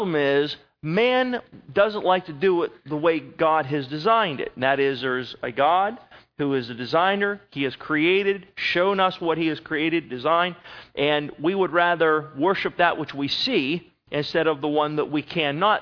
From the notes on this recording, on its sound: At Northside Baptist Church of Elkhart, Indiana.